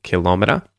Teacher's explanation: a kilometer, which is how I would say it, so stress on the second syllable